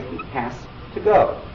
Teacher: When I say he has to go, I say he has to go. The S sound is devoiced, or is unvoiced, because the phoneme that follows it is a T, which is unvoiced.